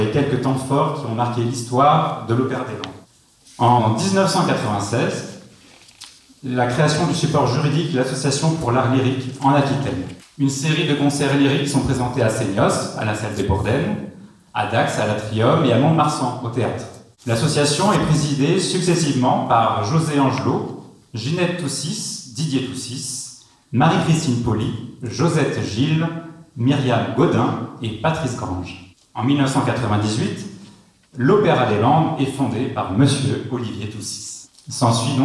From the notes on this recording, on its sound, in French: Retour sur la soirée de présentation du programme du prochain festival de l'opéra des Landes à Soustons ( espace culturel Roger Hanin). Retour sur la soirée de présentation du programme du prochain festival de l'opéra des Landes à Soustons ( espace culturel Roger Hanin).